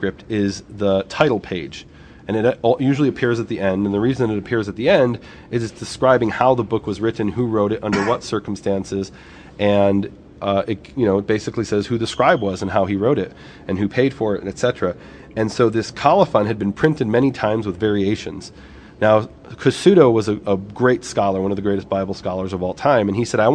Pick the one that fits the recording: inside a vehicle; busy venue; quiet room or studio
busy venue